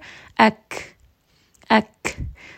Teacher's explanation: So you're hearing there is a little bit of air that's being expelled after we say this letter. That is the rule of hems.